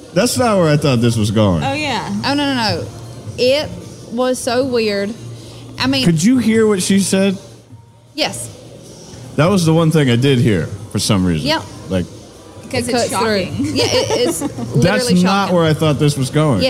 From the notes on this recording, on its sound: Recorded at Party Fowl in Nashville, TN